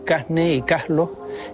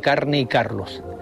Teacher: aspiran la R cuando esta aparece ante las consonantes N o L · Shown in: first take · Así se dice en algunas zonas de Canarias, Casne y Caslo, en lugar de Carne y Carlos. · Term: aspiración